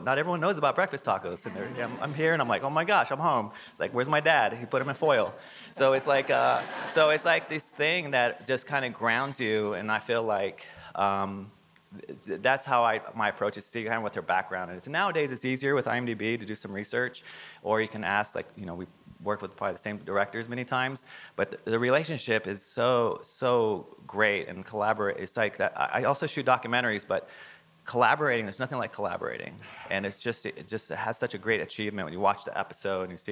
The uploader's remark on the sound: This conversation was recorded live at ATX TV Festival Season 12 (June 1-4, 2023) in Austin, TX.